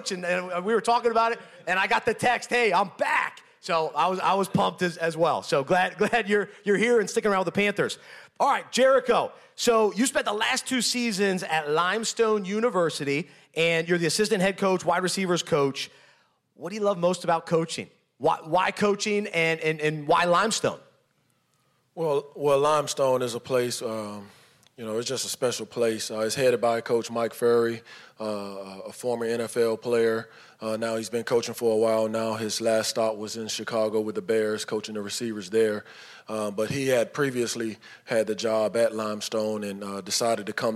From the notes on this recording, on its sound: This edited audio was taken from "Super Saturday X", a special event put on by UNPACKIN' it the day before the Super Bowl.